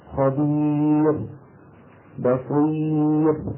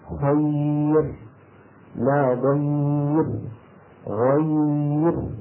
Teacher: إذا سكنت الراء وقبلها ياء ساكنة ترقق